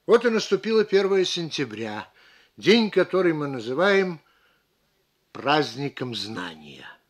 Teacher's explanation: Перед словами «праздником знания» можно сделать паузу. Она усилит логическое ударение. · Term: психологическая пауза